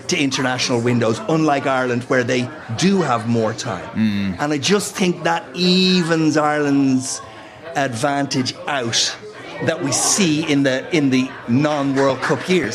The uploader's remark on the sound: LIVE in The Bridge 1859 in Ballsbridge